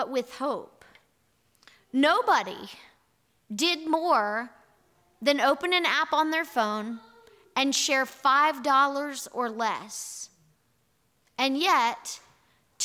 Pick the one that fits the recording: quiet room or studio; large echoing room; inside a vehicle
large echoing room